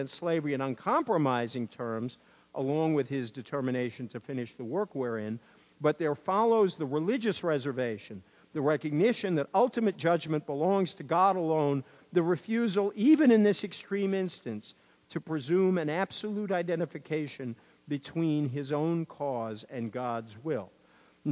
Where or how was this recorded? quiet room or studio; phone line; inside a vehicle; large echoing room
large echoing room